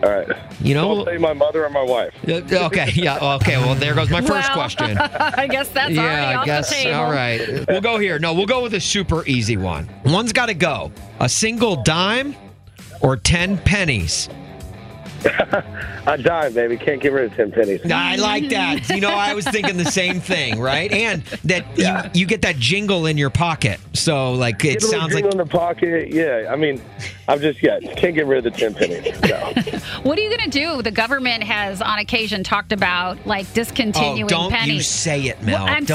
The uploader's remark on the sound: Called in to play a round of One's Gotta Go before his round of golf!